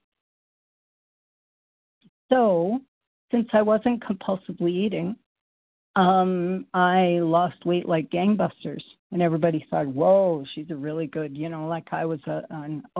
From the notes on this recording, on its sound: qualification from the 100 Pounders Phone Meeting